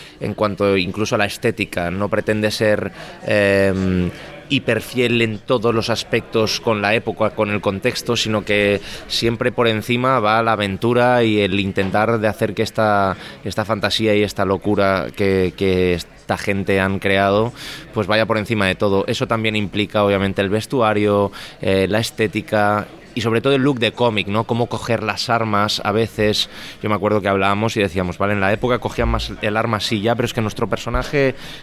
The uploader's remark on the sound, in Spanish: charlaron con Kinótico en el Festival de Sitges 2020